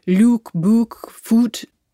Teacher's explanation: In the north of England, they all stay at oo.